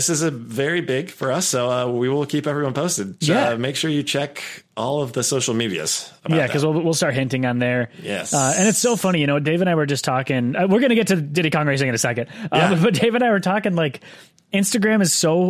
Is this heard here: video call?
no